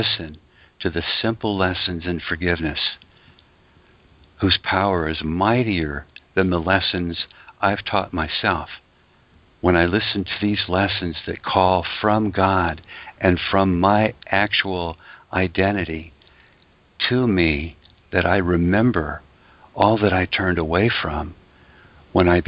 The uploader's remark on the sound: ACIM Daily TEXT Conference Call